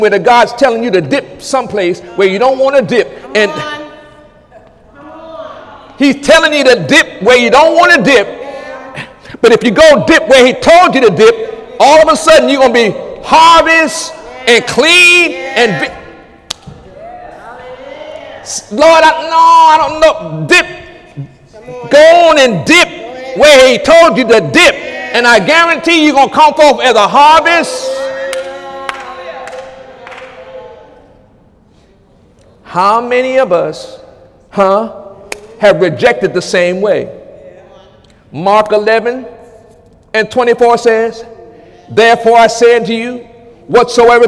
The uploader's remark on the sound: During Sunday morning service on October 1, 2017.